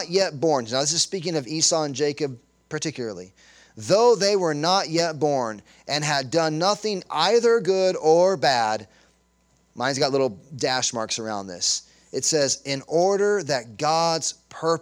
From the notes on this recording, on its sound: Sunday Morning Sermon Audio.